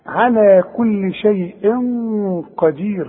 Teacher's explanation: والغنة بتخرج منين من الخيشوم ومفخمة